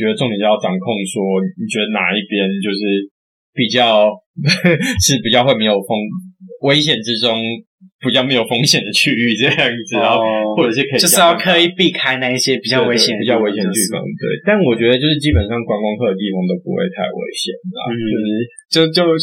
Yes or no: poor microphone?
yes